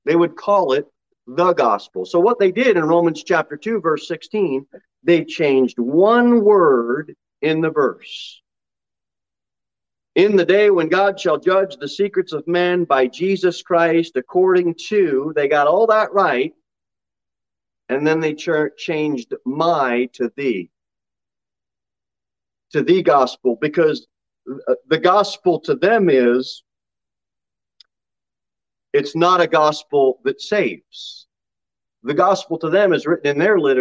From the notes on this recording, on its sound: Sermon delivered at Pilgrim Baptist Church on Sunday, March 20, 2022 at 11:15 am.